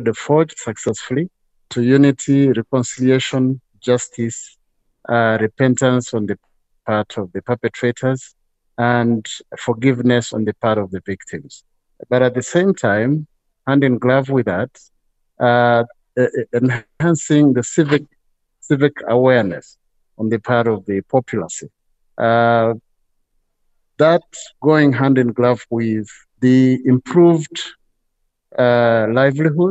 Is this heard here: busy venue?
no